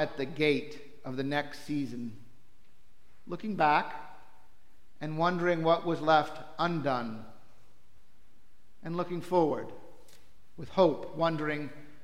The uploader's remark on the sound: Preached for Trinity-by-the-Cove